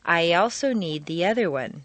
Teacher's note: your lips will be pulled back far enough to create a Y glide or liaison